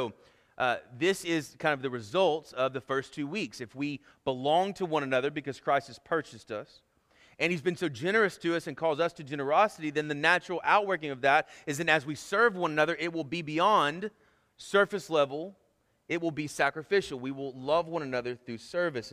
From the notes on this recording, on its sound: Sermon Audio from our Worship service.